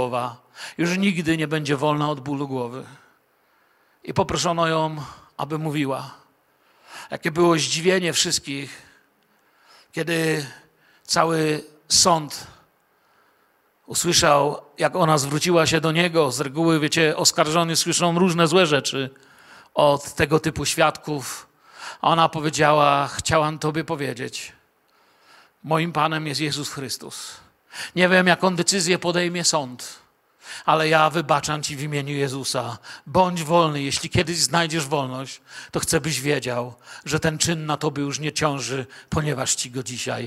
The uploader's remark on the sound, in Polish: Wykład nagrano podczas niedzielnego nabożeństwa w Kościele „Filadelfia” Bielsko Biała.